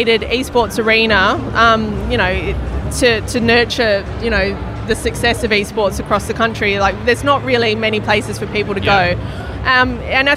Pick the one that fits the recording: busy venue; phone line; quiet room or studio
busy venue